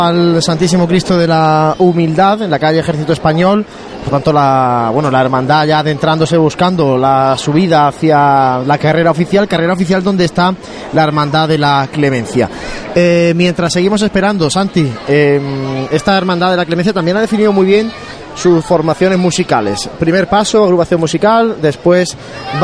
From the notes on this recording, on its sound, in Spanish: Primera conexión en directo con la Parroquia de Cristo Rey, momentos previos a la salida del Silencio.